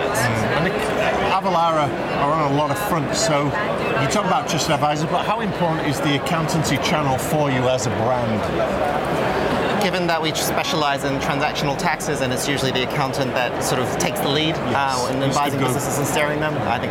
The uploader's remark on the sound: Live from Europe's Biggest Event Accountex. We're going to run a series of live interviews conducted at Accountex 2022 which took place in London recently. Enjoy the live buzz of the event!